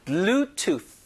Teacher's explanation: Bluetooth 하면서 혀끝을 윗니, 아랫니 사이에 넣으면서 공기를 막아야 돼요